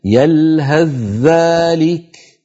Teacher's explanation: فالمفروض أن نحول الثاء إلى ذال عند الوصل. لو وقفنا نقول يلهث بثاء، لكن لو وصلناها نحولها إلى ذال وندغم الذال في الذال فنقول يلهث ذلك، هكذا المفروض.